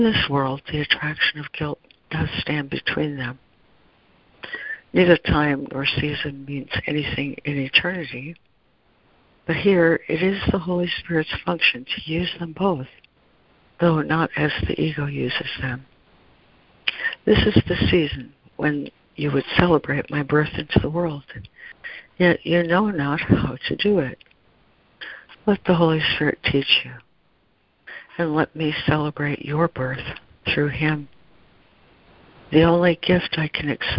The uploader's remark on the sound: ACIM Daily Conference Call